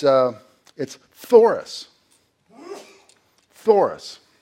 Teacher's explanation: it starts with the PH sound, and then it adds the TH sound with no vowels in between.